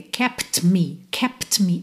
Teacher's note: Antes do T, eu tenho um P, estou com lábios fechados. Depois do T, eu tenho um M, também lábios fechados. Então, eu não vou abrir o lábio só para fazer um T.